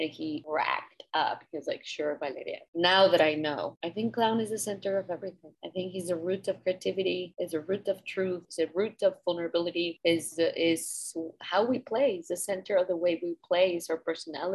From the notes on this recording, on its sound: We connected through Zoom to talk about her career.